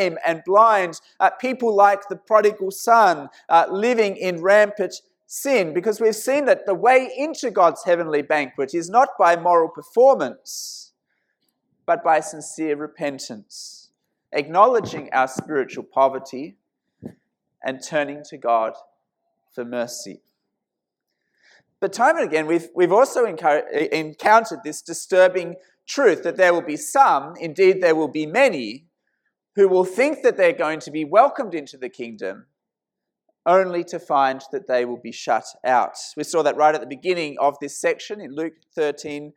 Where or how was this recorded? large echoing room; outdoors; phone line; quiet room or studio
large echoing room